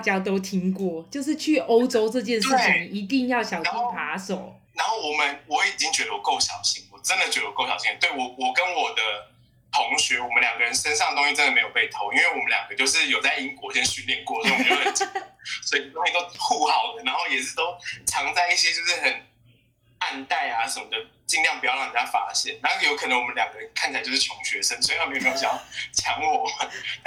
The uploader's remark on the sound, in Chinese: 希望大家不要太介意這不佳的錄音品質。也希望疫情過去後我們也能開始跟朋友見面重新進行面對面錄音聊天的日子。